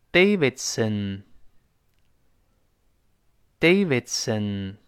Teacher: 中间那个字母 D，失去爆破